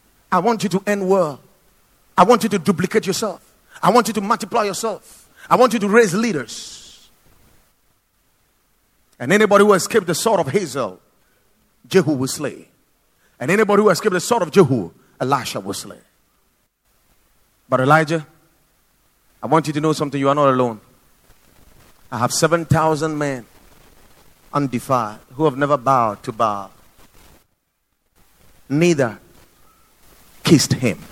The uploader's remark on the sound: Preached at Watered Garden Church